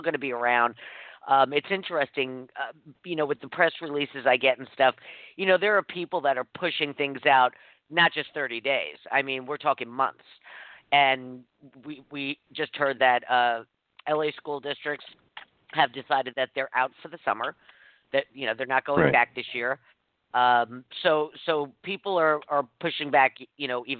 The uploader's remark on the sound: called